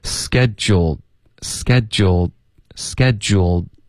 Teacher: 结尾的的呢其实会省略